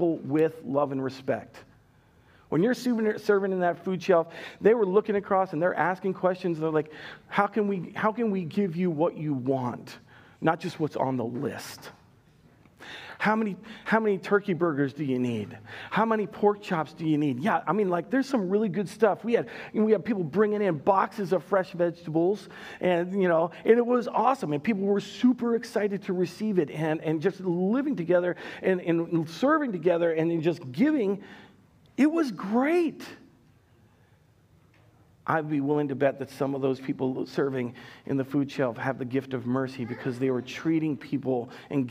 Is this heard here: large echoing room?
yes